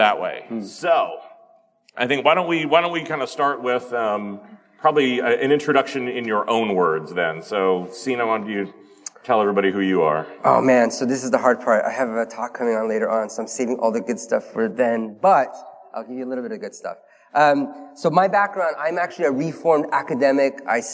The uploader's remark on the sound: Conference talk: ‘Why innovation is rarely authorized’ panel from HOW Design 2019. This episode is a replay of a panel discussion about innovation.